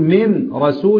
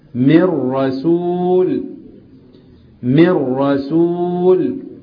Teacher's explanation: النون اللي بعدها راء حكمها الإضغام · Shown in: second take · مر مر مي مرققة، مر مر مر، وما تكرش منك الراء.